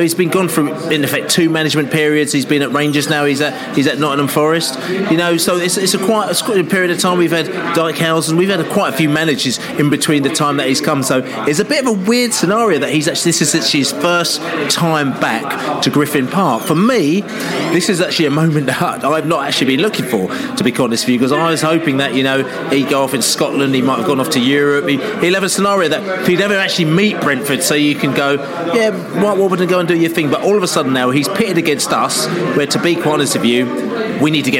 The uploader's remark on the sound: The Pre-Match Nottingham Forest Podcast From The Pub. The Beesotted crew met in The Olde Packhorse Pub in Chiswick High Road.